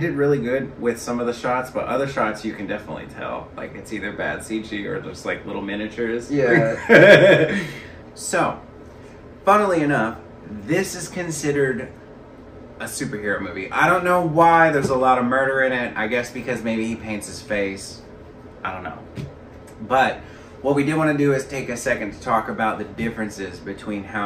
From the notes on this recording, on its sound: Please bear with us on the sound we did not find out till we were completely finished that our mics were not at all working.